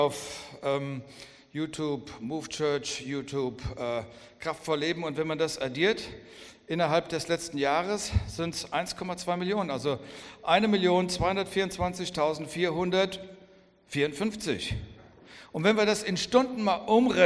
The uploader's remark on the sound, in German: Hör dir hier die Predigt vom Vision Sunday 2021. Aus unserem Gottesdienst am 14.